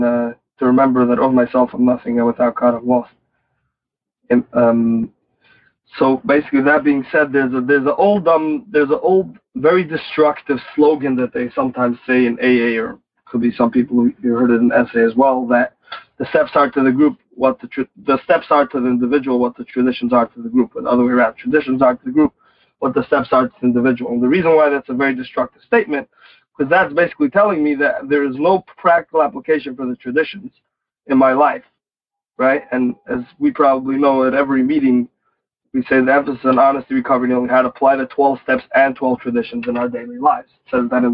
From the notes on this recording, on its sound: Noon Phone Speaker Meeting.